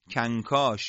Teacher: نون در کاف اینجا به صورت طبیعی اخفا میشه